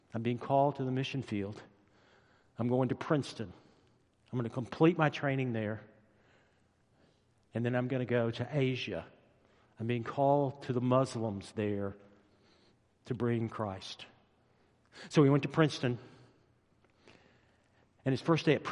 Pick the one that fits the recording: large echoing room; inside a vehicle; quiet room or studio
large echoing room